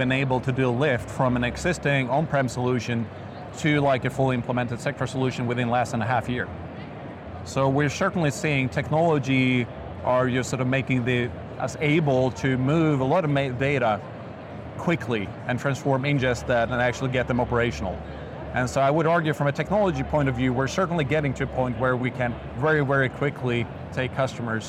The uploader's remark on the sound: an Interview in Action live from HIMSS 2023